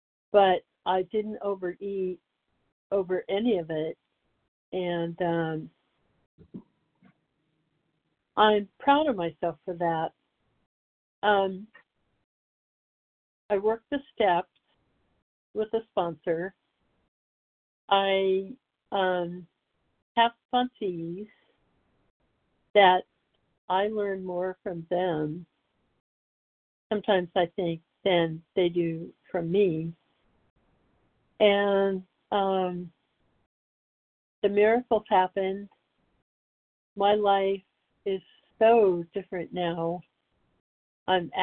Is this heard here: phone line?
yes